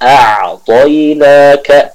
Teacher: kita berikan suara yang mengalir dari huruf ain yang sukun tersebut